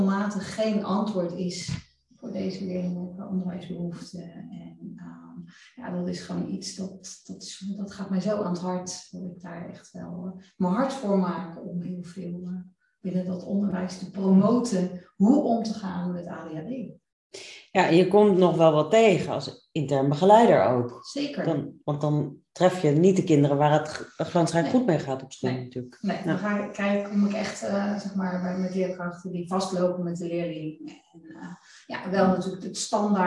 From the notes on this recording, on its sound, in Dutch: De geluidskwaliteit van deze aflevering is iets minder dan je van ons gewend bent